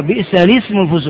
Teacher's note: همزة الوصل عند الدرج ما تقرأ